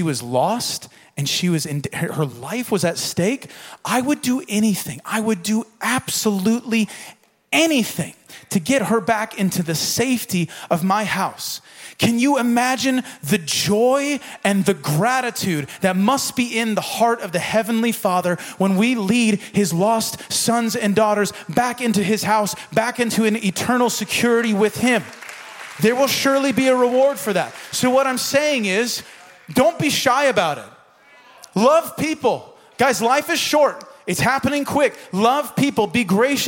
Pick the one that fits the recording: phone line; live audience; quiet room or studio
live audience